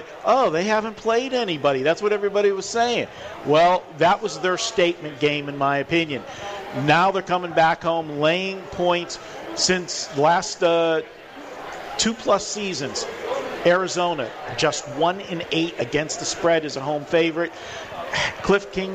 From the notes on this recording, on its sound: Live From The Cosmopolitan of Las Vegas.